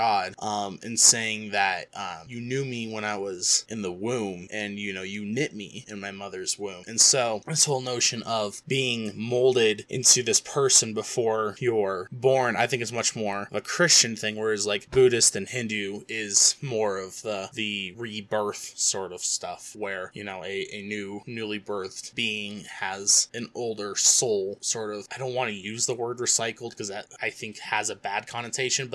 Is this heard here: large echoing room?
no